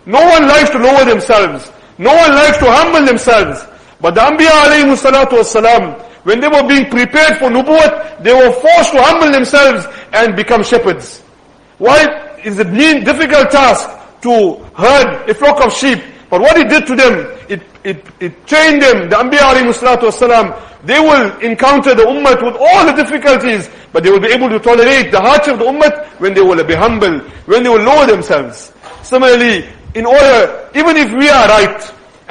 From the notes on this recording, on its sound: Jumuah lecture